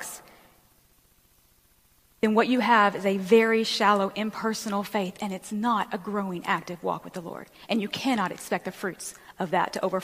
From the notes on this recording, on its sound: Recording of the message I was privileged to bring at Rock Harbor Church FL. I hope you will enjoy this recording of the message I was privileged to bring at Rock Harbor Church FL.